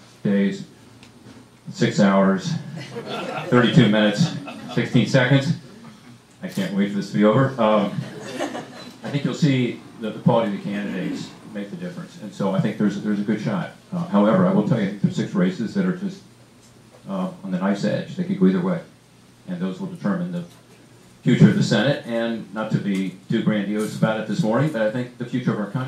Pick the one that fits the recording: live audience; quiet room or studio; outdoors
live audience